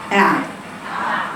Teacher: مخرج العين أنا أقول من الحلق مش كده؟ في أوسط الحلق